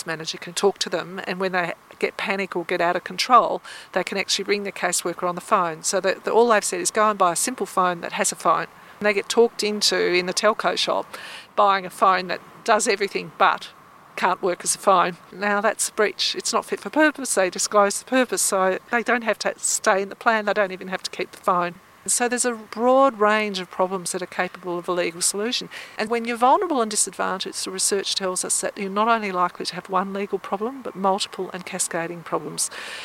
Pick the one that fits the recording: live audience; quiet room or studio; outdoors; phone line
outdoors